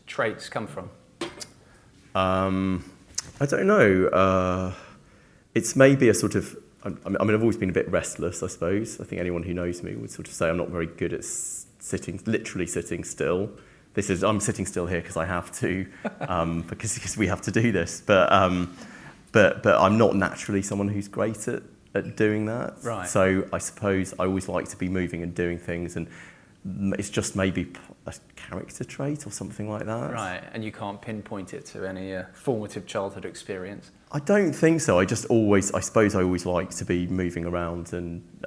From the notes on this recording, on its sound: recorded live at the FutureBook Conference 2023